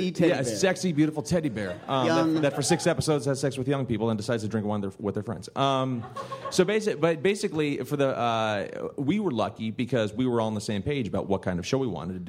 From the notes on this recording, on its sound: Showrunners and Creators panel from ATX Television Festival.